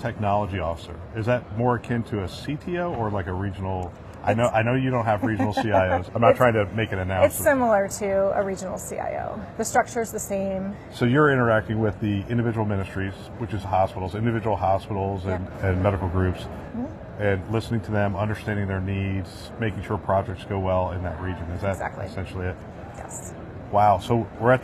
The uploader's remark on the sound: live from ViVe 2023